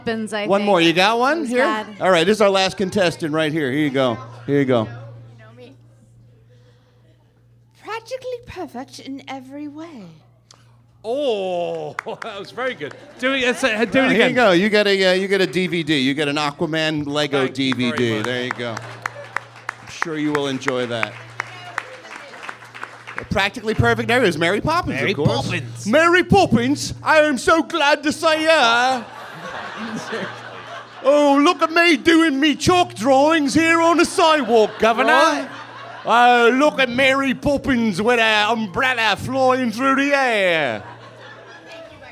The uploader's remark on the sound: In front of a LIVE sold out audience at the world-famous Improv Comedy Club in Hollywood. The crowd was amazing!